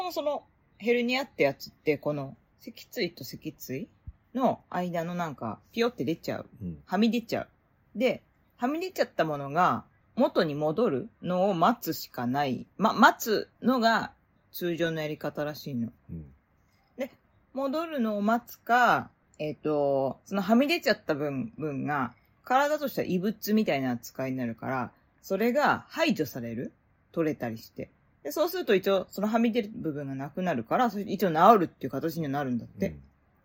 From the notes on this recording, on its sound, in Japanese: ステレオマイク アプリを試してみた雑談。深夜27時のぐだぐだお喋りです。IPhone13を使用。IPhoneの前面マイク（Stereo）。ファイル形式 PCM 48kHz 23bit Float。システムの音声処理 自動。